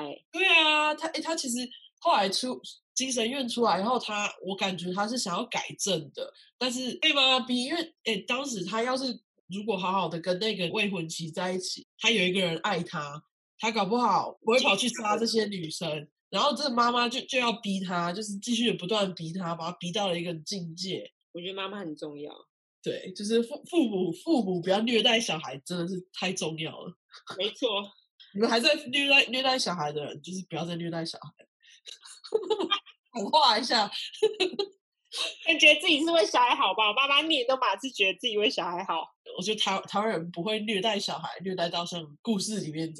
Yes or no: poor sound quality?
yes